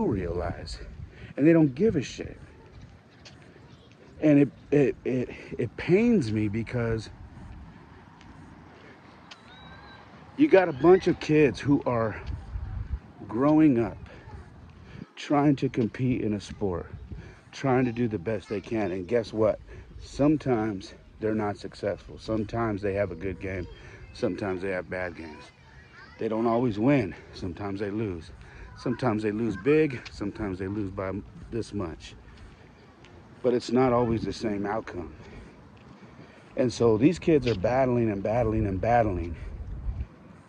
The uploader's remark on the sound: I was rucking again so this episode was recorded while I was on the go!